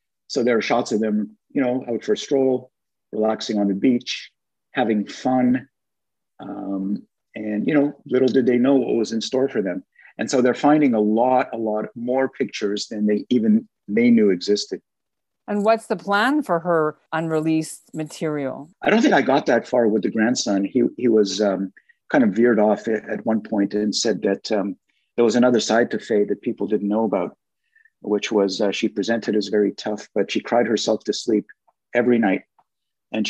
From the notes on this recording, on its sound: via Zoom